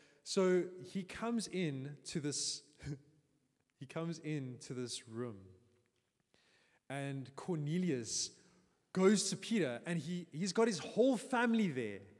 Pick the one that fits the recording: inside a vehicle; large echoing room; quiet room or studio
large echoing room